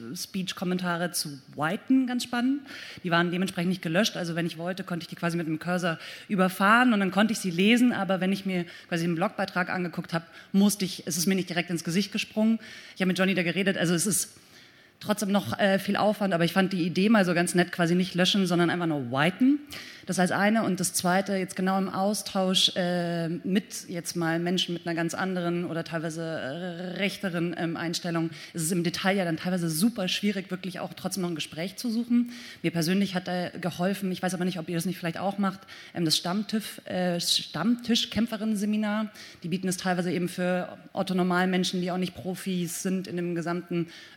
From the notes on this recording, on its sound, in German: Im RP-Zelt beim Campfire-Festival in Düsseldorf.